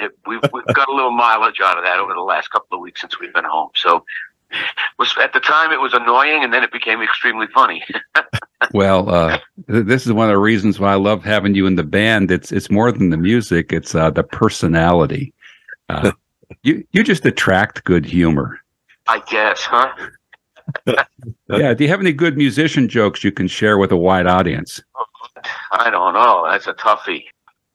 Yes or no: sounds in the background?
no